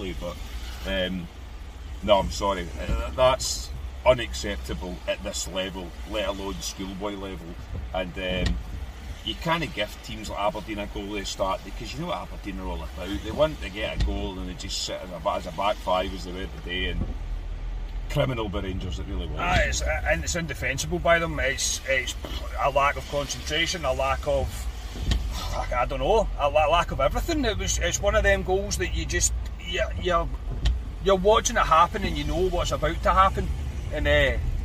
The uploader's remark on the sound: Our reaction from the car after Rangers drop more points at home.